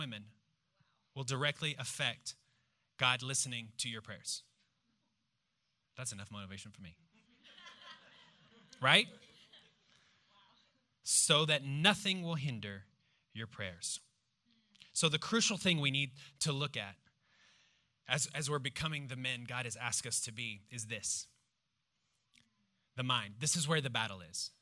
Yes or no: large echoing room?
yes